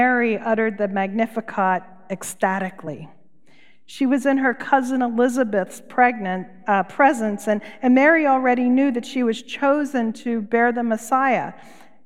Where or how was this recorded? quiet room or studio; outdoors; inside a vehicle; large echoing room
large echoing room